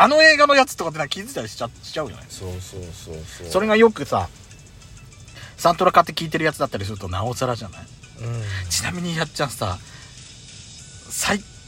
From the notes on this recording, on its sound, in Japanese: パーキング収録